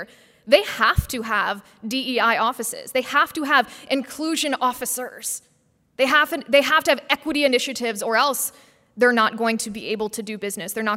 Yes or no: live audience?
yes